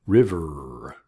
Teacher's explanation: I use my vocal cords to make the R sound at the end.